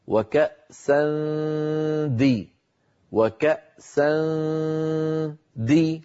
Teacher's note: التنوين الآن، وكأسا دهاقا، أيضا أهيئ فمي على قرب مخرج الدال، فإذا انتهى صوت الغنة أقرع بطرف لساني مخرج الدال، هكذا وكأسا دي، وكأسا دي، لما أقول دي عندئذ أقرع